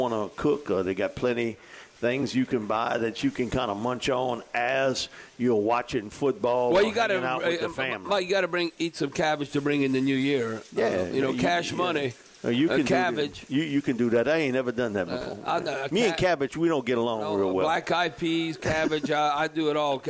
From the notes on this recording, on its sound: broadcasting LIVE at the Rouses on Tchoup.